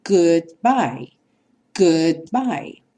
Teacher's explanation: O D, novamente, vem cortar o som do U, que é frequentemente o som dos dois Os. Dois Os juntos em inglês tem esse som U.